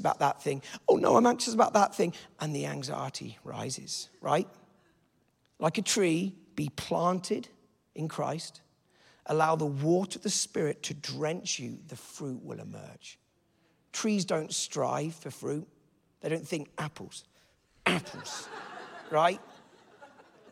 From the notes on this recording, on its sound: This teaching was a session out of our Encountering God Conference.